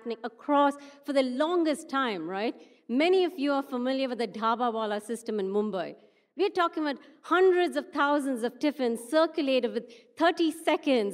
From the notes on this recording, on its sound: A live session from #JaipurLitFest2020.